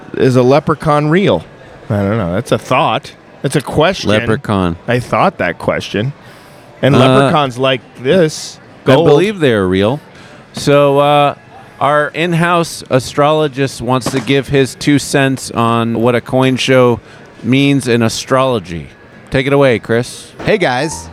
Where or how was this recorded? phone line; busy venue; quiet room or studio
busy venue